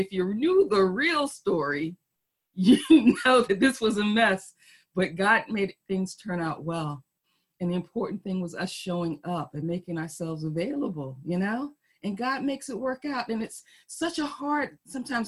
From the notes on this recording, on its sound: Our Zoom streamed service